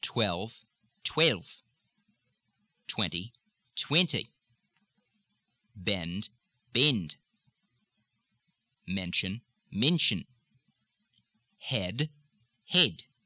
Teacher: in Australia, the short E tends, notice I said not tens, but tends to be more of an I, of a short I.